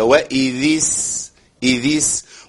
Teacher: احنا اتفقنا ان الذال الساكنة في بداية الآية في إذ وإذ محتاجين ان احنا نبين الذال، خاصة اذا جاء بعدها حرف مهموس